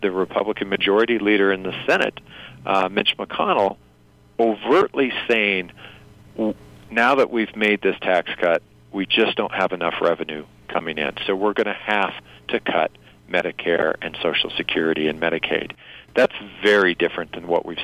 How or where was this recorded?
phone line